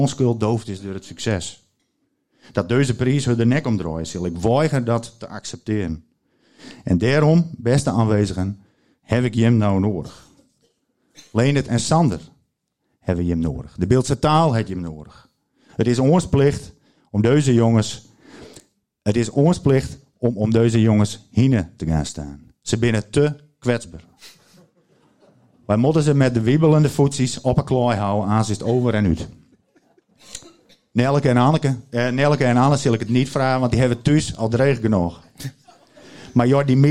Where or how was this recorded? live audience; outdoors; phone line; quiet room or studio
live audience